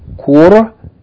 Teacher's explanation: the kasra from the seen is elongated by ya because there's two ya's there. Kursiyun means a chair.